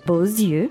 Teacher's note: Yeah, that's the liaison. Because normally the X at the end of beau is silent, but here you have to pronounce it.